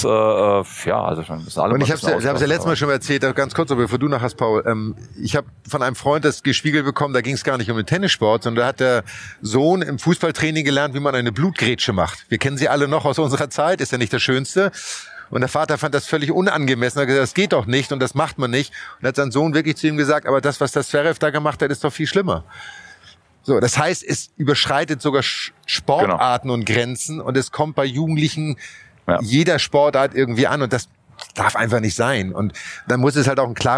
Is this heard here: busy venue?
yes